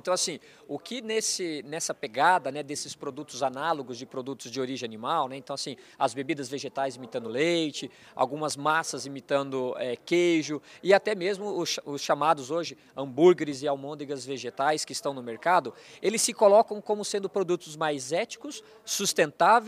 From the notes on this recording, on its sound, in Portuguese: Nesta prosa, gravada durante o Meeting Adir